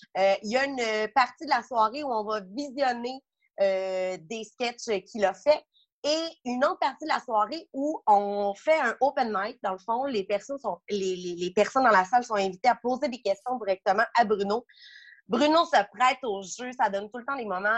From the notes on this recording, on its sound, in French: La classe a eu lieue sur Zoom, en vidéoconférence.